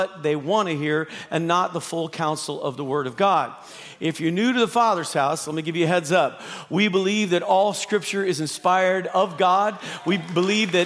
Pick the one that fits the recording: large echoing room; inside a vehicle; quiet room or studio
large echoing room